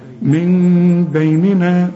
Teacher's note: ما تقولش من بيننا وتضرب لسانك في حلق بقك وتطلعها نون خالصة، ولا تقفل شفايفك علشان تطلع ميم خالصة، لا، انفراج في الشفايف. · Term: إقلاب